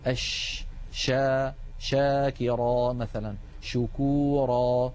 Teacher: التفشي هو انتشار صوت الشين من مخرجه حتى يصطدم بالصفحة الداخلية للأسنان العليا، والرسمة التي على الجهة اليمنى من اللوحة تبين كيف أن مبدأ صوت الشين هو من وسط اللسان ثم يصطدم ذلك الصوت بالأسنان العليا من الداخل، فيحدث هذا الانتشار للصوت الذي يعطي الشين مذاقا خاصا وقوة في السمع.